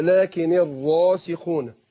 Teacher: انا عايز اجيب الراء مفخمة وتكون واضحة من مخرجها وبدون تكرير